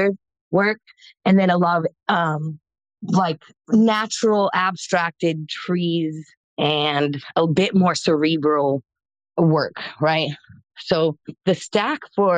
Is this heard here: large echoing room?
no